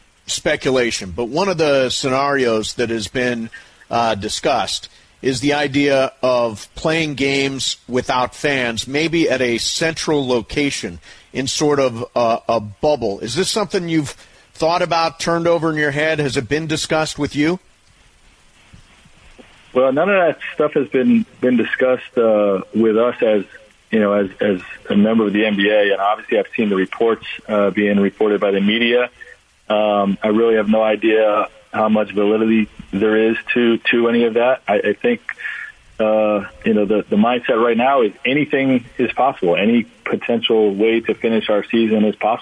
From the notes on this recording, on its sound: Called in to talk about how he's handling the quarantine.